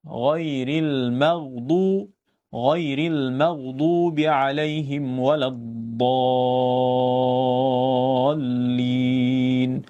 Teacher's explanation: Yang ada di dalam bahasa kita ataupun pertuturan bahasa Melayu kita ialah dal. Huruf yang hampir dal. Tetapi bila ditebalkan, dia jadi dad. · Term: huruf dad